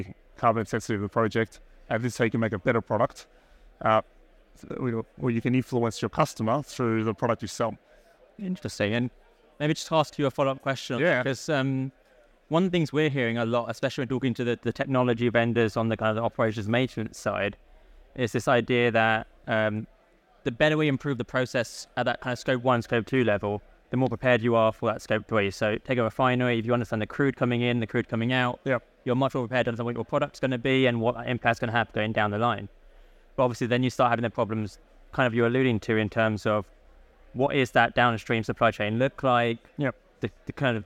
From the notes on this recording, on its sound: Recorded live at ADIPEC 2023